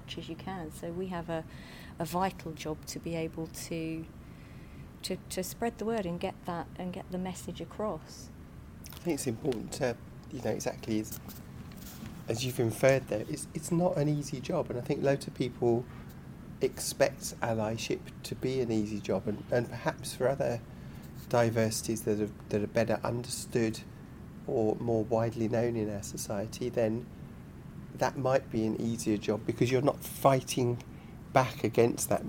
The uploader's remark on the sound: This interview was recorded at the London Stock Exchange (LSEG) during Trans in the City's Closing of the Stock Exchange Event for Trans Awareness Week, Nov 14th 2023